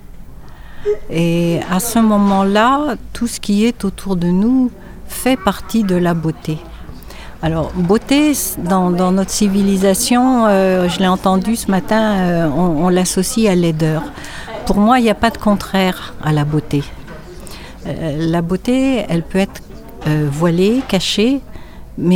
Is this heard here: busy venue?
yes